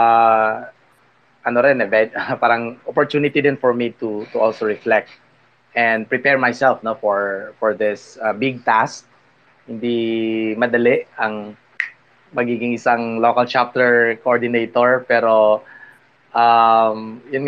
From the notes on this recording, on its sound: a live conversation we did over Twitter Spaces